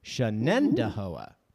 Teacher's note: it actually has five syllables, Shenandahoa. The accent is on the second syllable.